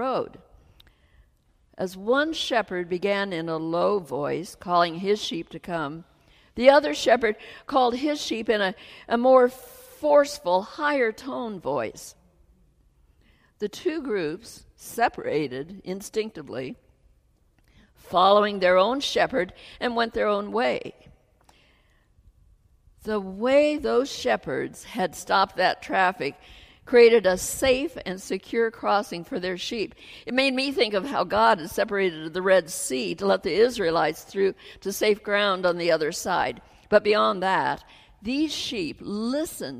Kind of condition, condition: setting, large echoing room